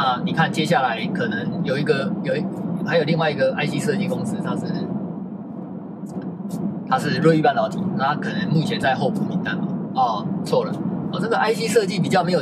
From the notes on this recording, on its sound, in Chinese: 在車子行進中錄音的碎碎唸，歹勢......收音技術學習中。